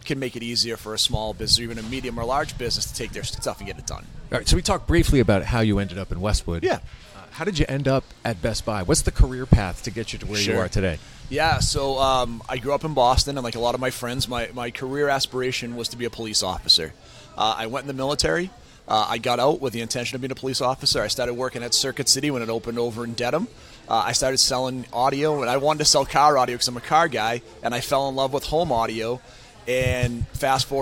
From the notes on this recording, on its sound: chat at The Muffin House in Islington.